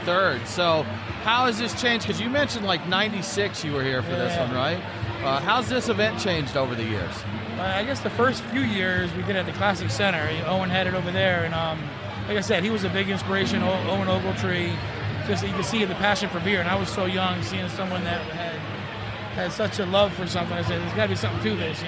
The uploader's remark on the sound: live from the (very noisy) Classic City Brew Fest